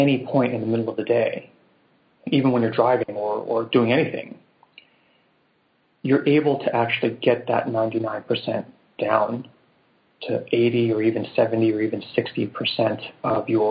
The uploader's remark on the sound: This is the first in a series of free weekly conference calls